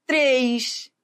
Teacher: o timbre é fechado, mas ele é tônico · Term: monossílabo tônico